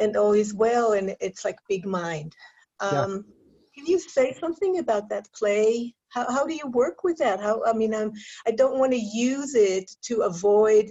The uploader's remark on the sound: Virtual Weekly Hangout